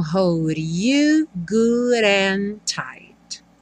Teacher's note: hold e good, os Ds viraram rarara